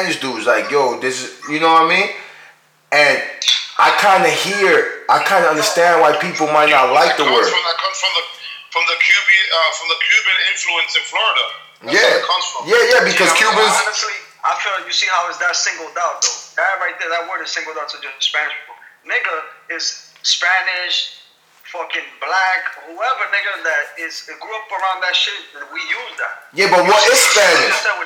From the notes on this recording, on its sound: Its was suppose to be a test recording but it was some much fun we decide to put it out. We apologize for the audio.